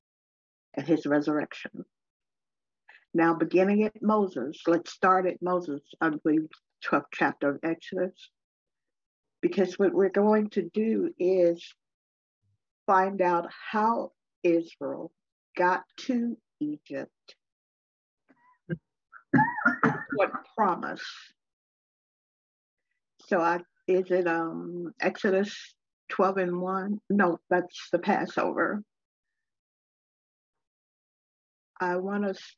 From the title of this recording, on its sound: Oceanside Zoom Class